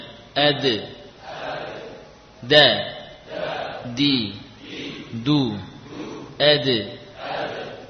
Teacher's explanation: Huruf dal juga ujung lidah menempel pada pangkal gigi. Mohon maaf, jangan ditempelkan di gusi.